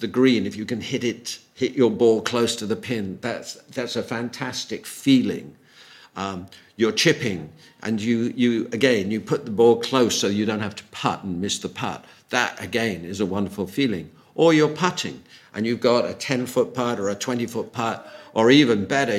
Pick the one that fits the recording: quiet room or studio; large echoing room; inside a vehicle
large echoing room